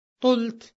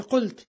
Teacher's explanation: فالتي تعرض للقاف يجعلها طاء · Shown in: first take · Term: اللثغة